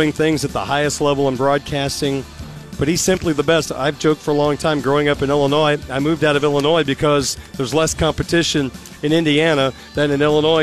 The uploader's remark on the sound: Live at the Compton Family Ice Arena ahead of tonight’s hockey game.